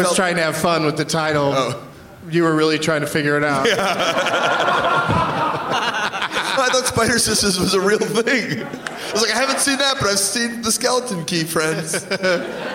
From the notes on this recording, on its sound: Live from the Stateside Theatre in Austin as part of SXSW